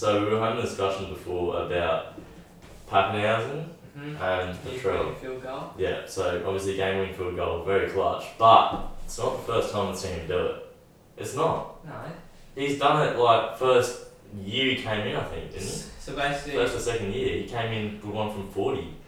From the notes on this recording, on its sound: Poor audio.